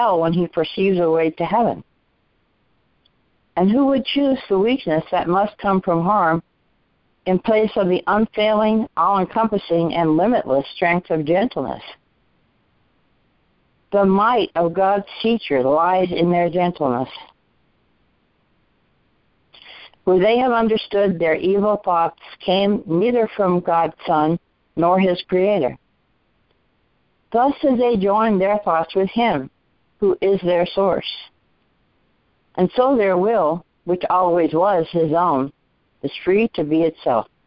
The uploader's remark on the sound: ACIM Daily TEXT Conference Call